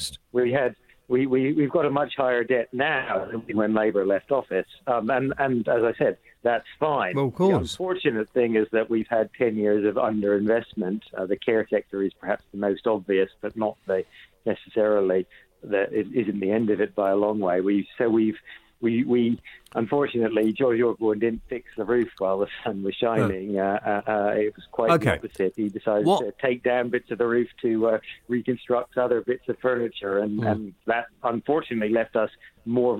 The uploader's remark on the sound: phones